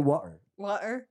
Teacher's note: <laughs> the, the T the T disappears into some vortex